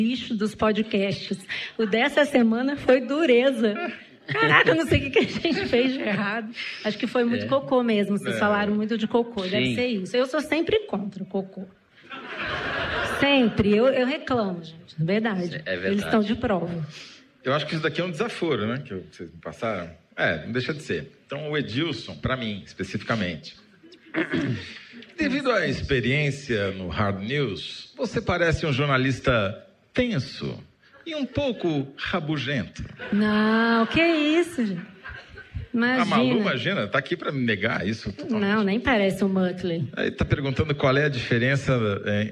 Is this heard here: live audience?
yes